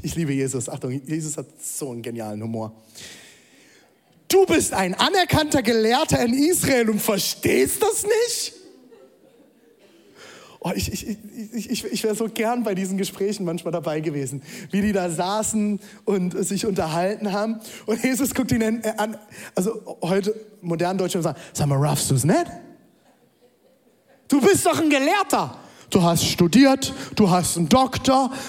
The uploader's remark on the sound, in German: Audiomitschnitt der Predigt